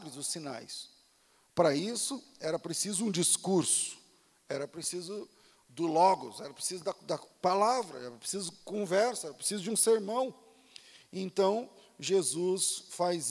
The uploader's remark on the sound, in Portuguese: Culto ao vivo